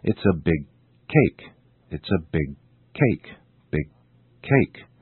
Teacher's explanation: Notice how the first sound, g, is not released. · Term: sound linking